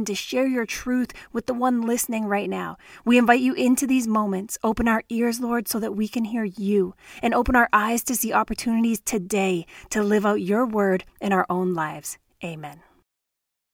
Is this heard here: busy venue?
no